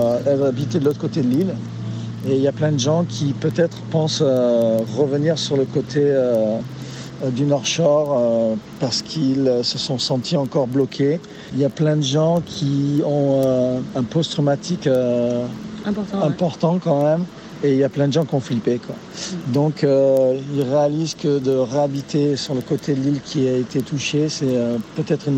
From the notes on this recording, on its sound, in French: se retrouve sur la plage pour faire le point avant d'aller faire du surf ensemble